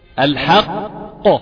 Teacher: اسيب فترة زمنية كده واجيب القاف قوية بقى مشدد، حرفين مش حرف واحد